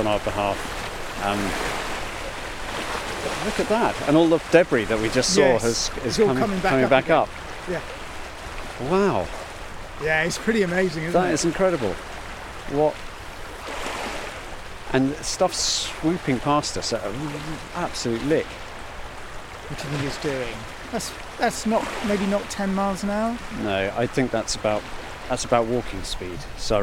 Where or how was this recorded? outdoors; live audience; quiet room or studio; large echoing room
outdoors